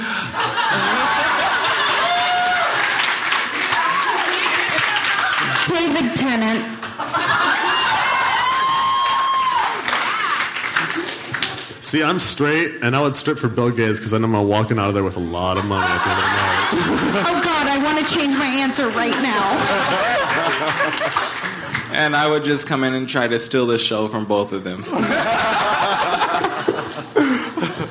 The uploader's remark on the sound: On stage at Portland's Dante's, hilarity ensues.